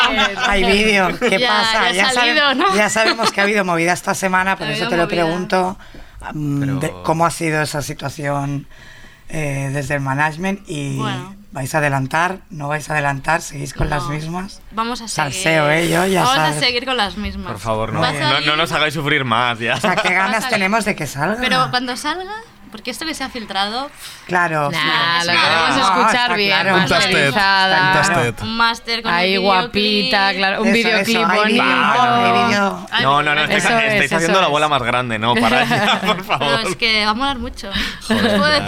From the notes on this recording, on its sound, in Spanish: en riguroso directo desde Abaixadors 10